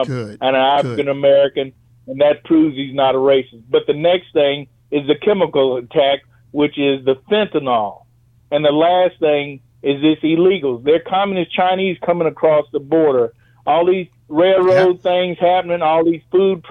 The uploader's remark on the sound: Listener Call